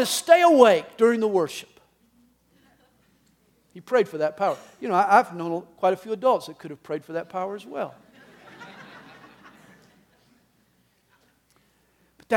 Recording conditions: live audience